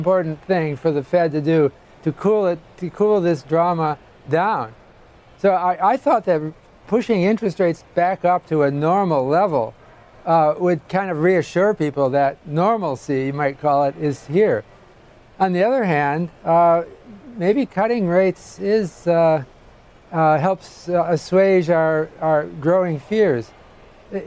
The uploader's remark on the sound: live from the New York Stock Exchange